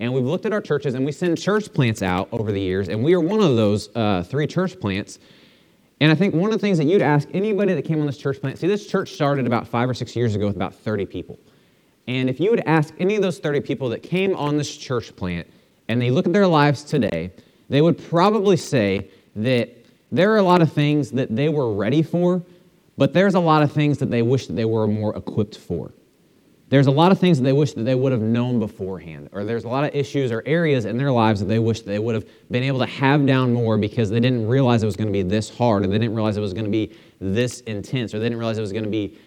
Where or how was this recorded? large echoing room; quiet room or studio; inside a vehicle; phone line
large echoing room